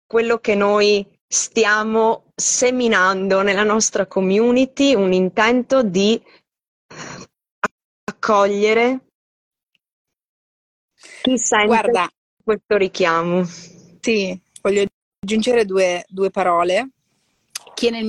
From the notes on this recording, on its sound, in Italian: Audio estratto dalla diretta Instagram